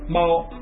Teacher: È una lettera che si pronuncia esattamente come in italiano e poi c'è un dittongo composto da A e poi O che insieme si pronunciano ao. Il tono della parola mao, il gatto, è un primo tono.